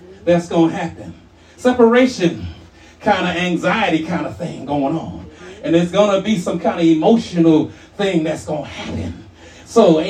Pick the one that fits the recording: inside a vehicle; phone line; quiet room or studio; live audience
live audience